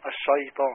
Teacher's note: والشين ترقق، ما قلش من الشار. الشيطان.